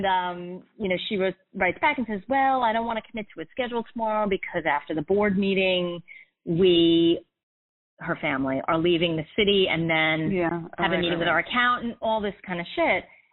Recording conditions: phone line